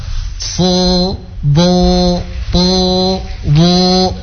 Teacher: pangkal lidah kita yang diangkat, dan itu cara untuk menebalkan huruf